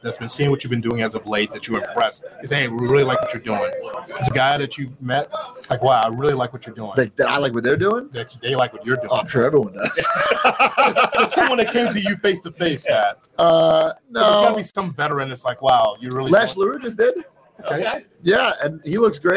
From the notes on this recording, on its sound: live from Starrcast in Chicago